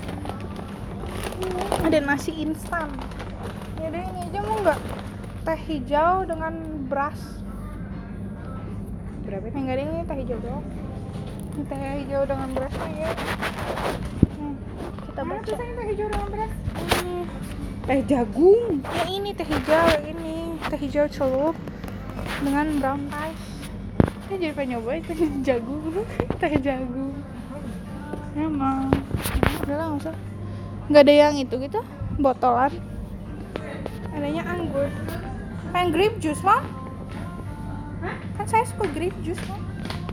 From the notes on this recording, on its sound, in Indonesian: Ke supermarket korea di jakarta. Record diem-diem saat pergi ke Mo Gung Hwa.